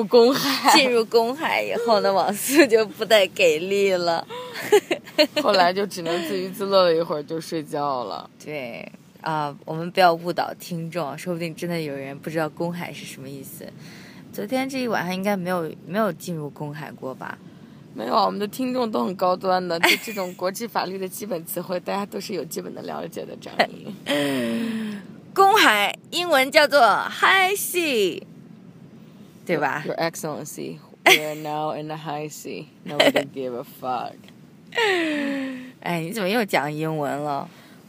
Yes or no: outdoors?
yes